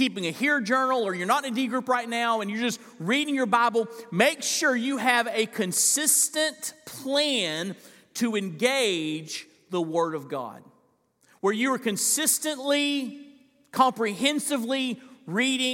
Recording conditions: large echoing room